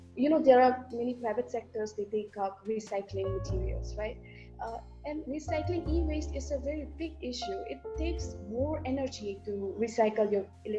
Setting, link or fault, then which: link, video call